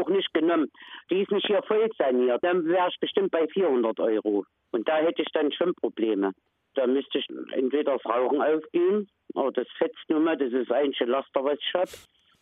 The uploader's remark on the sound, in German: Porträt per Telefon